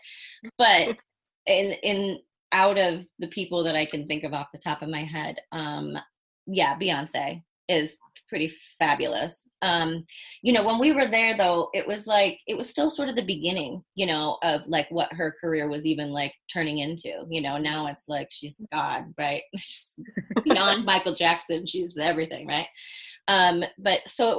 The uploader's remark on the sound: this podcast was brought to you from the safety of their own respective homes - thank you ZOOM